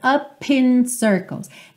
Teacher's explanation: esse P ganha uma força extra